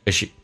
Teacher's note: as she 用降调读，一般 s 不被强调，说成 as， she 说成短元音变成 asshe